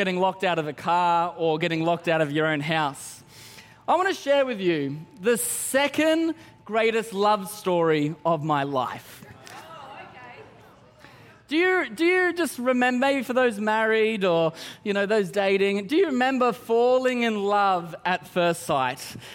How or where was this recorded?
large echoing room